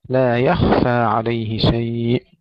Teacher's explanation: الخاء تسكن مع الرخاوة بدون قلقلة، لا نقول لا يخفى، لا يخفى عليه شيء.